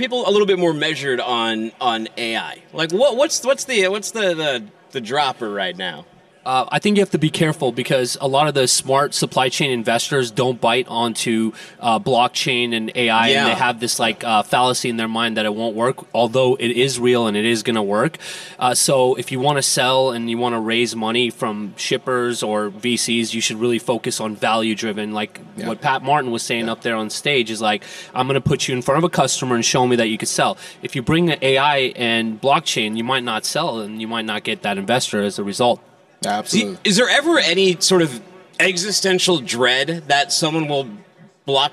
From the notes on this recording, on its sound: coming to you live from FreightWaves’ Future of Supply Chain in Cleveland, OH.